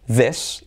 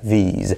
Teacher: Luego, acuérdate de diferenciar entre I corta, E, y I larga, these, y luego entre S sorda, que sería this, y luego S sonora, que sería these